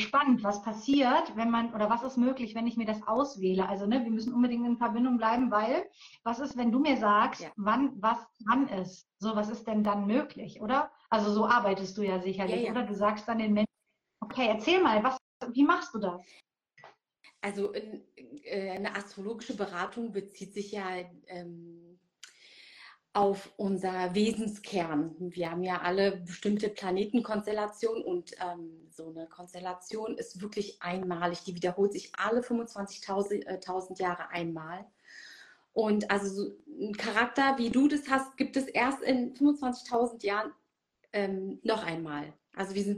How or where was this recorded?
video call